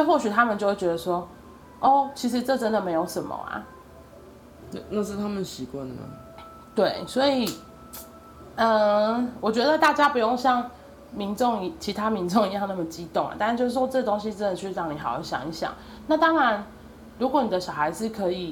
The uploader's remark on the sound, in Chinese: PS:今天錄音的時候剛好家裡附近有活動。所以有國樂當作背景音樂。